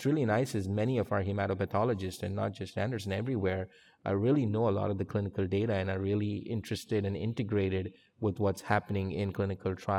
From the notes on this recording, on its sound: based on a recording at the 2023 USCAP Annual Meeting